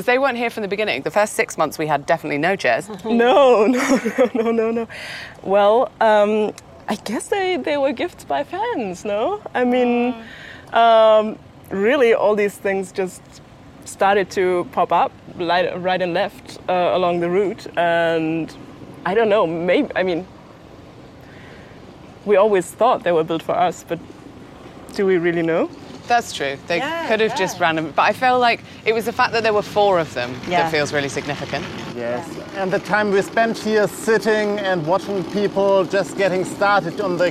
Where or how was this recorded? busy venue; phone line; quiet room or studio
busy venue